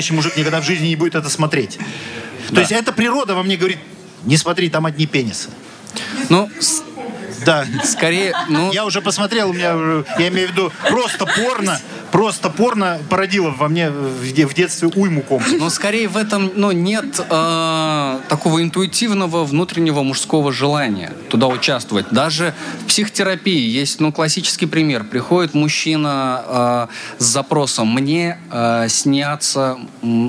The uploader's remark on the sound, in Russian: Прошла третья открытая запись подкаста "Как не стыдно".